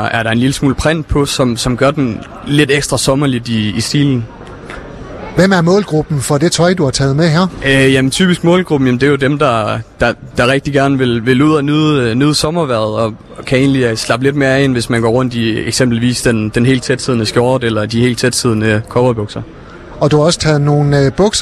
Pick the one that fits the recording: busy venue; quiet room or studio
busy venue